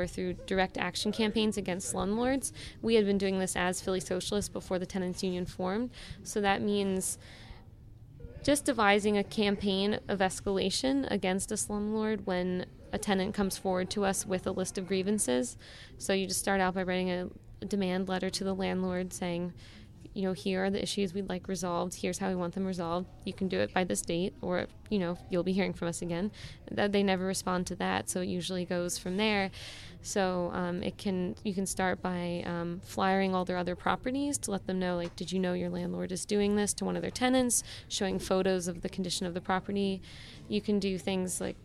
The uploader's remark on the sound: Live From the DNC Protests in Philly. My audio piece combines interviews with protesters and activists, sounds of the ...